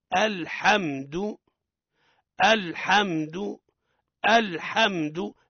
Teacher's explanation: اللام ليست من لفظ الجلالة، حكمها الترقيق، فهي ما هي موس تفيلة وليس فيها شرط.